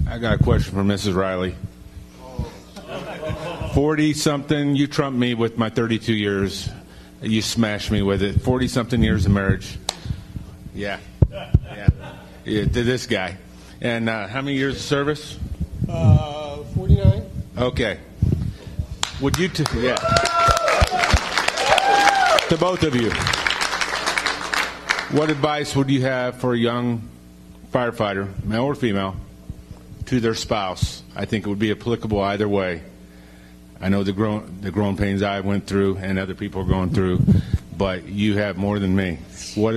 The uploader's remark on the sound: Live from the Daggum Fire Conference. Many guests and so many great questions at this live event.